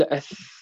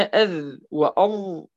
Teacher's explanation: أث هناك ضعف في الاعتماد، بينما أذ وأض هناك إشباع الاعتماد في الموضوع